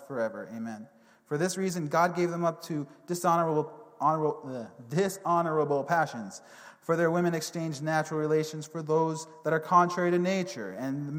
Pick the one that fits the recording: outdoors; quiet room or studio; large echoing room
large echoing room